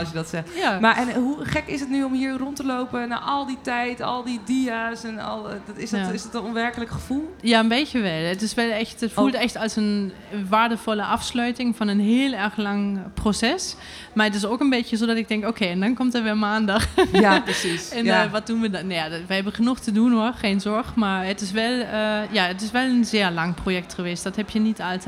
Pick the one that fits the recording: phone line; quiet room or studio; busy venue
busy venue